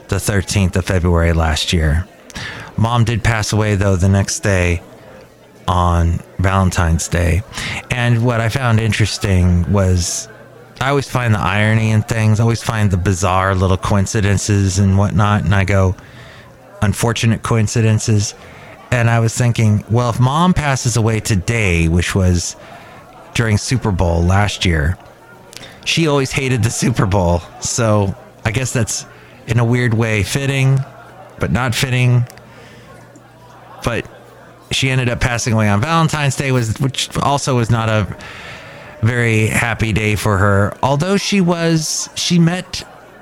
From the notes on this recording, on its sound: podcasts live from Cafe Anyway